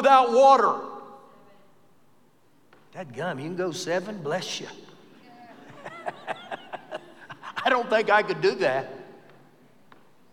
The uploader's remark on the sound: Recorded live during our Wednesday night service